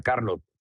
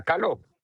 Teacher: acá no pronuncia la R · Shown in: second take